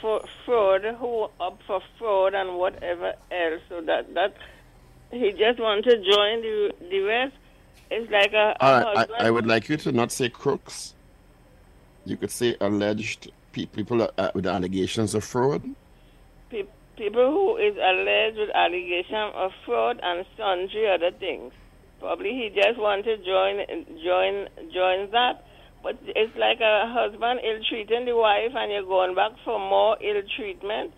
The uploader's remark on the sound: During this hour we take calls from our audience